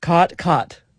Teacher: Yes, there you have your what's called the cot merger, or in linguistic circles, the low back vowel merger, which is sort of the biggest marker of Western speech